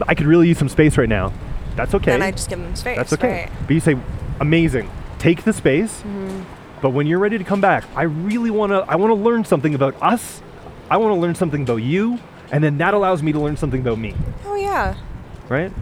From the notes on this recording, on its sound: Traveling west of Denver to a small town at the edge of the Rockies (you guessed it, Boulder). He sets up microphones in the streets and talks with random people about what's happening for them in life.